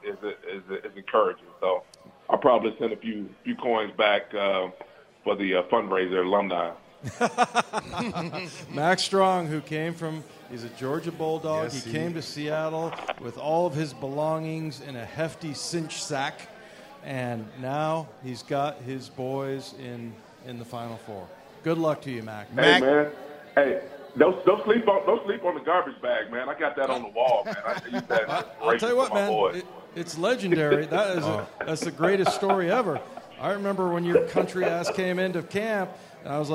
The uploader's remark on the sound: live at Pearl Bar and Dining